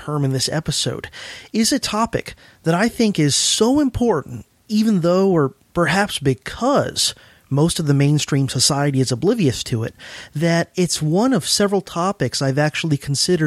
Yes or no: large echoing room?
no